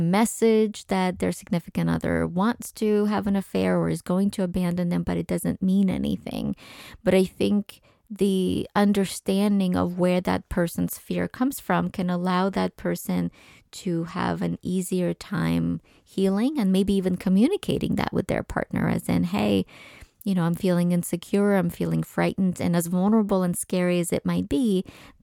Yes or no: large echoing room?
no